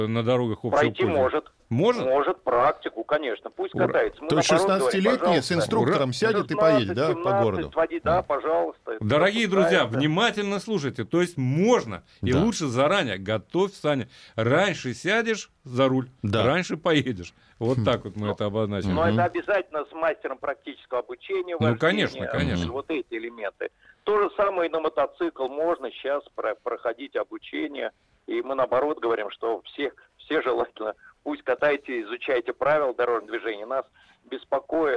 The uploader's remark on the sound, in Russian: По телефону новость прокомментировал председатель правления «Гильдии автошкол».